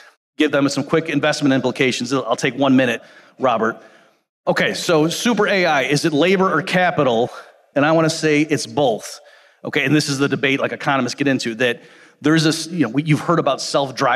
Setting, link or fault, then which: setting, live audience